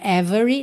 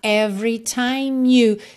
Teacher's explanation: você não pronuncia o E do meio · Shown in: second take · então não é every, tá?